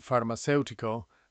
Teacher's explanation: Watch the vowel in farmacéutico and the stress on the antepenultimate syllable.